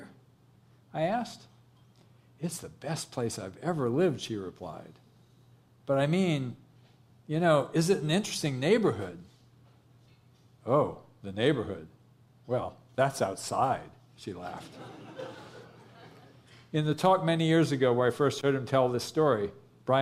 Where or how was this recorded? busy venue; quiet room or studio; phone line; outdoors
busy venue